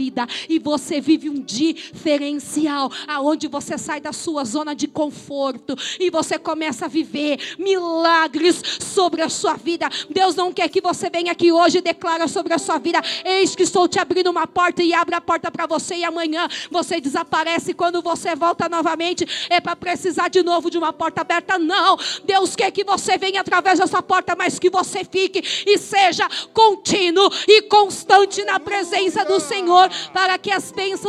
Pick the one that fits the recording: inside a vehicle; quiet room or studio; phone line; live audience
live audience